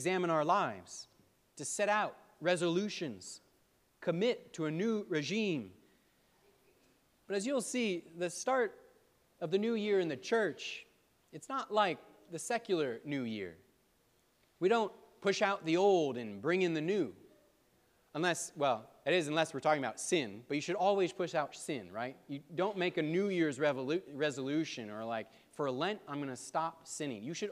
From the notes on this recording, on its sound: preached at All Saints Anglican Church in Charlottesville, VA on December 3, 2023